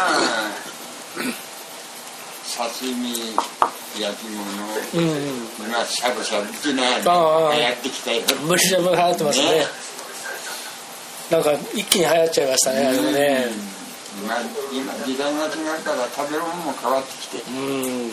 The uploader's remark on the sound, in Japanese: 三重県尾鷲市へ仕事で出かけていました。その初日の夜に飛び込みで入った割烹のカウンターで大将との会話を録音させてもらいました。